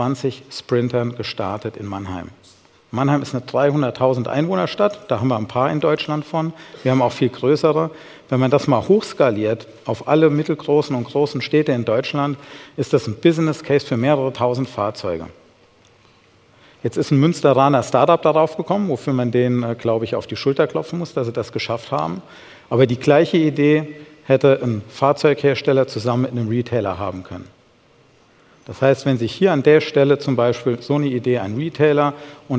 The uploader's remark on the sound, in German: beim auto motor und sport Kongress 2019